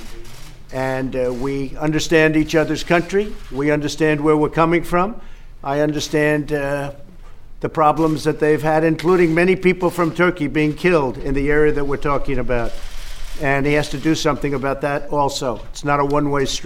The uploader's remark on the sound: dinner at Bourbon Steak in Georgetown